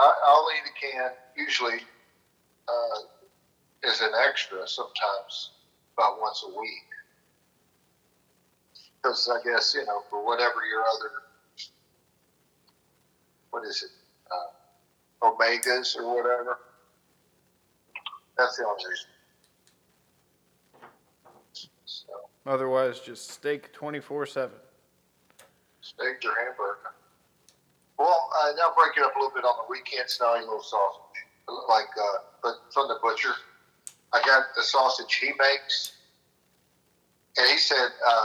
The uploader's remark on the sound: Phone Call With My Dad.